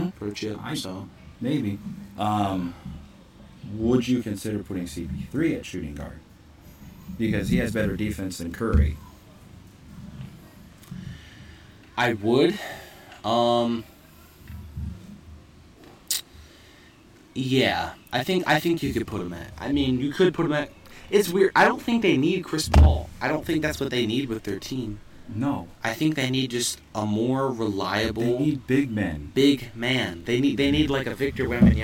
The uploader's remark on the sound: live from Potato Creek State Park for the 23rd Annual CCF Church Campout